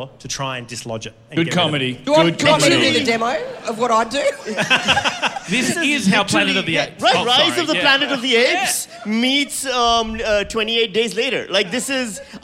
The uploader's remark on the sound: Celebrating 1,000,000 downloads live in Melbourne at the Malthouse Theatre.